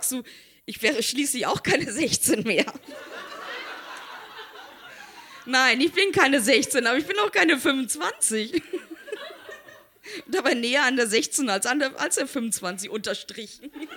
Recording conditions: live audience